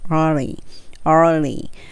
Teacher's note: しっかりと r を聞かせて、その後歯の裏で l っていう l の音に行く